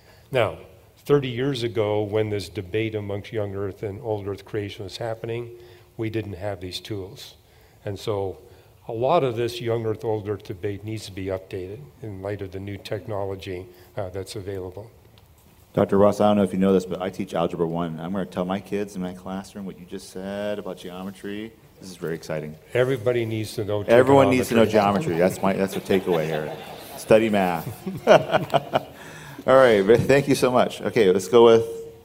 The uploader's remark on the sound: Q & A Session Pt 1 – 2023 E and A Apologetics Conference. The Question and Answer time at the 2023 Evidence and Answers Conference.